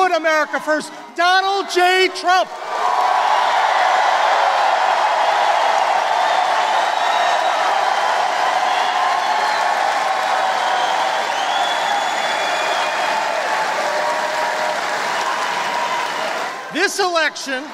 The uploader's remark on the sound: Campaign Rally in Wheeling, West Virginia